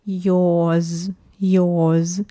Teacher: Для этого мы говорим «ё» и добавляем на конце «с», «ёз», «ёз», «ёз». Получается не «с», а «з», потому что «ё» — это все таки гласные звуки